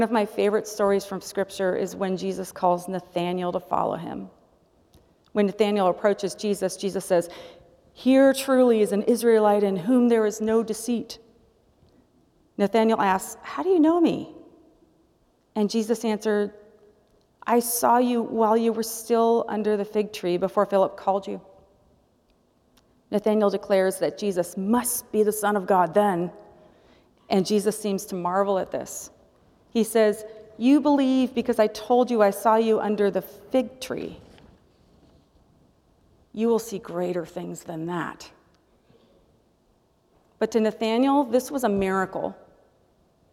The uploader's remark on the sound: presented by Asbury Seminary Kentucky Chapel, recorded on Wednesday, March 22, 2023 at Asbury Theological Seminary's Kentucky campus